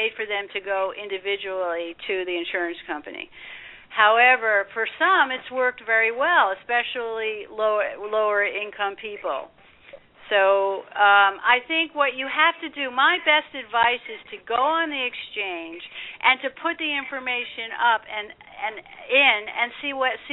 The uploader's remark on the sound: This show is an opportunity for listeners to call